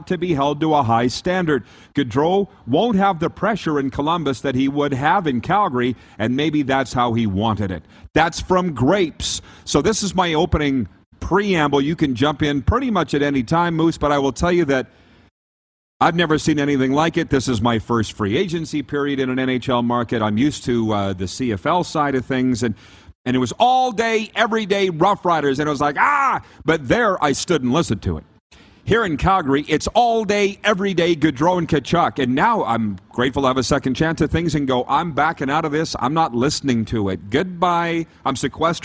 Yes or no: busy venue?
yes